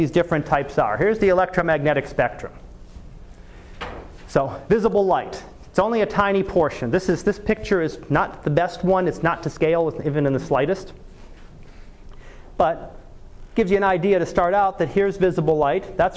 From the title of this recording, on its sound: Live Class Lecture